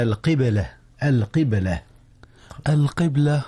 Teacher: القبلة، القبلة هنا قلقلة، قلقلة الباء، إذ الباء ساكنة